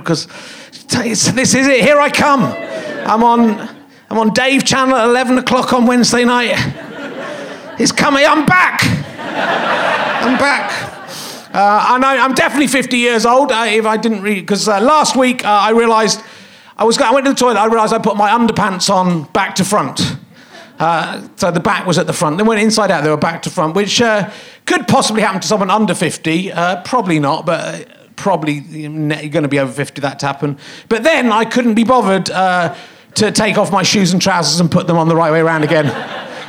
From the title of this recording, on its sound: Leicester Square Theatre Podcast